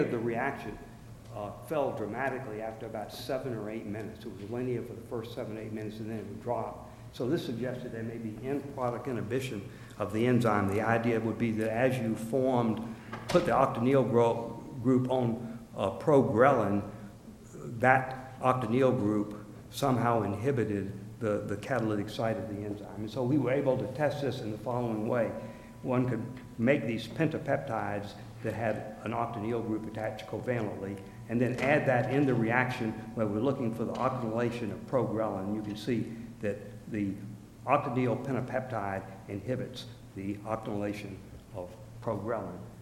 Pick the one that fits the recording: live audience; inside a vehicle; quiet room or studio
live audience